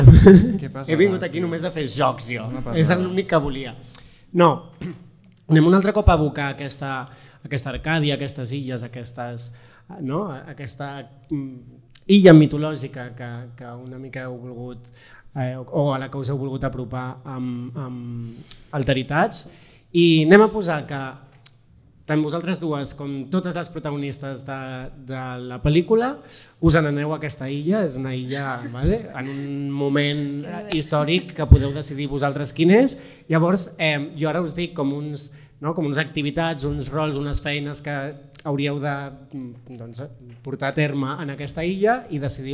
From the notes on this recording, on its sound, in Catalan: Ens estrenem en directe amb nervis i il·lusió i ho fem des del D’A Festival de Cinema de Barcelona.